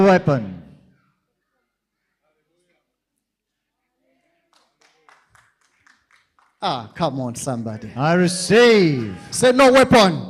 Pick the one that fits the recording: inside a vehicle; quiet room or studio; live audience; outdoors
live audience